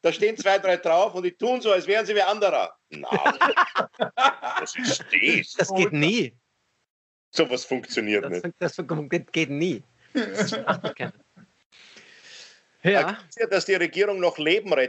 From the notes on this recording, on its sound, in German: Aufzeichnung einer ZOOM Session vom Montag, 1.